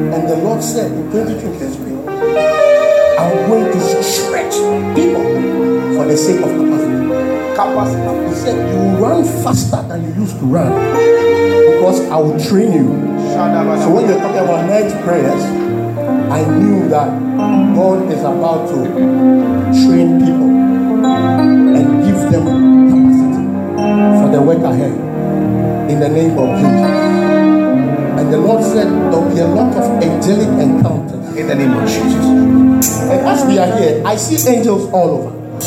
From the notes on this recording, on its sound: This message was preached at the Miracle Service.